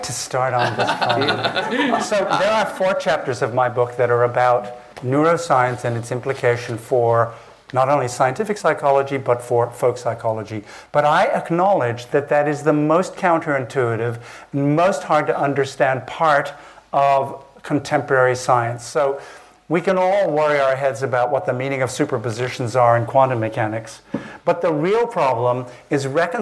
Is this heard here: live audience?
yes